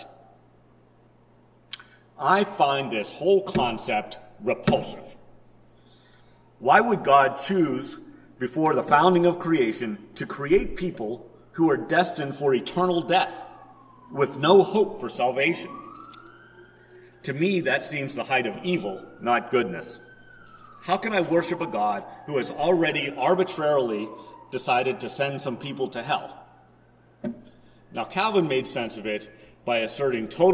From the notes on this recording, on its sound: Preached at First Presbyterian Church of Rolla on July 17, 2022.